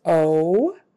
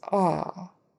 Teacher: Lips are definitely more rounded for the long O. · Shown in: first take